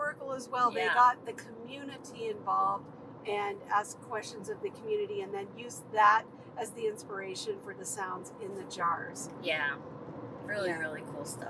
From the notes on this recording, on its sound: Recorded on the drive home. During an on-the-road debrief of the 2023 TYA/USA National Festival & Conference hosted by Childsplay in Tempe, Arizona.